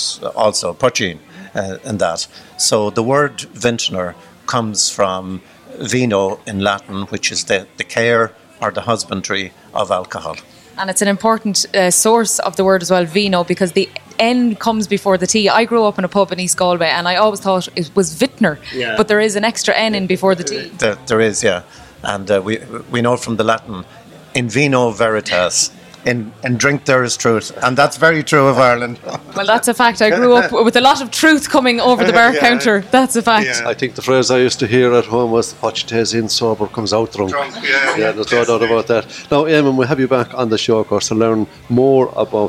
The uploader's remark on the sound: Coming to you from Oliver St John Gogarty's in Temple Bar, Dublin with lots of great Irish music and chat.